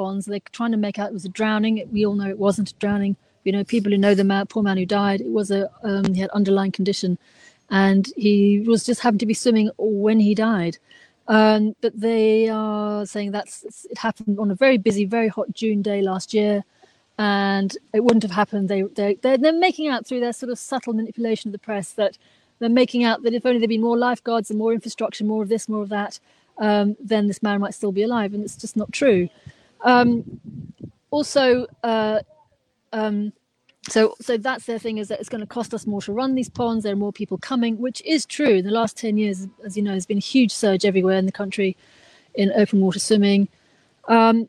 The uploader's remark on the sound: live from Hampstead Heath